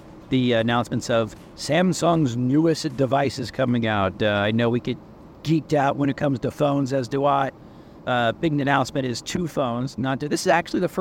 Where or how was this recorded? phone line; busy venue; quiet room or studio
busy venue